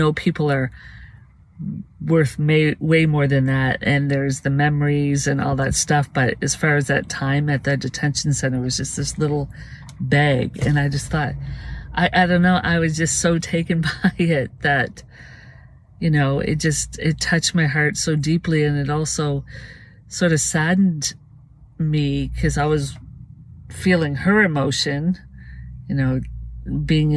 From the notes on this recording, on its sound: These are vehicle videos so there will be some sound in the background. Vehicle Videos(VV) are unscripted, unedited, focused videos in our vehicles ! The audio is from within a vehicle.